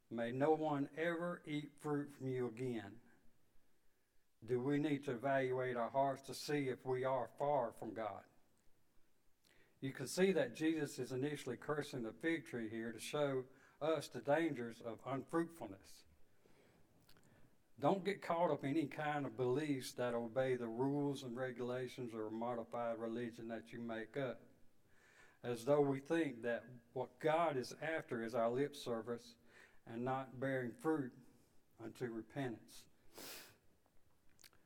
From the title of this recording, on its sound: Sunday evening service 11/6/22